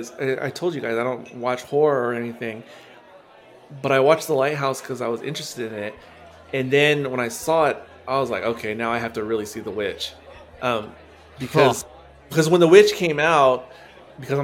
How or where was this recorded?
busy venue